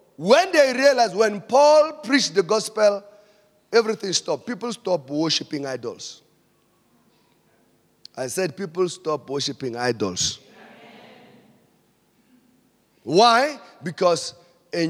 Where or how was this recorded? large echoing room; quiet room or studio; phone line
large echoing room